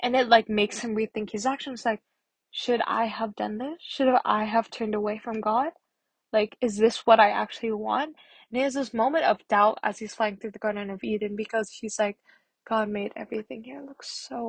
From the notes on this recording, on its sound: bad audio quality, I tried filming with my AirPods today but, I didn't know that the audio quality was going to be so bad!!